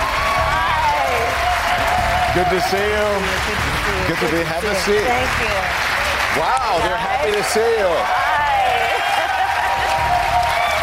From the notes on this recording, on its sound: Answers questions from students and young New Hampshire Democrats during a live town hall. At Saint Anselm College in New Hampshire.